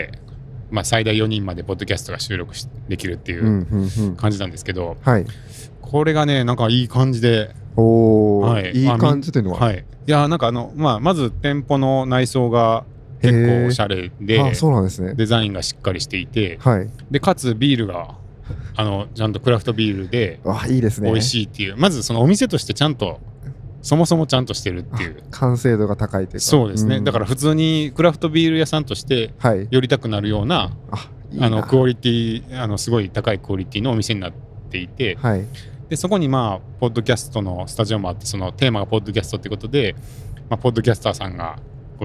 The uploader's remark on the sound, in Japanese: オフ会の感想を、帰りの車の中で収録しました。